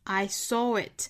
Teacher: 虽然它是以字母 W 结尾，但是这里面应该加一个 R 的发音，不是加 W